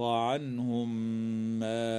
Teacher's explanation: وأما الميم الساكنة في هذه الكلمة فتدغم في الميم بعدها مع الغنة